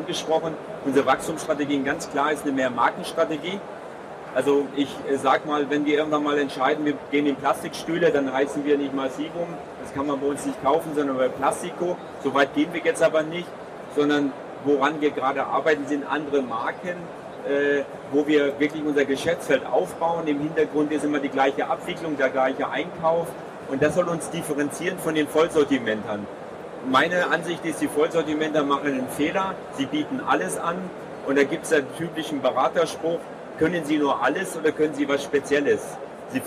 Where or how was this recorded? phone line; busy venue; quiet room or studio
busy venue